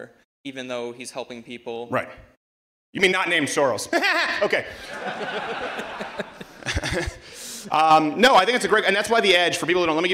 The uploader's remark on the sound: SPOOKTACULAR AT U of MICHIGAN! Performs live from the University of Michigan!